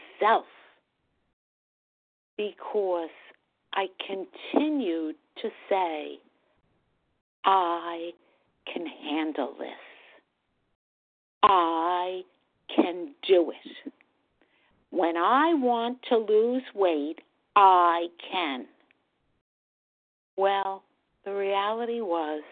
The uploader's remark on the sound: from the 100 Pounders Phone Meeting, 1/20/24